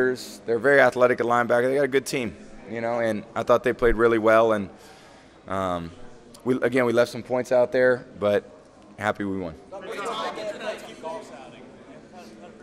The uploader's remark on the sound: Super Bowl LIII Press Conference